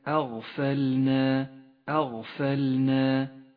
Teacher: رقق الهمزة وفخم الغين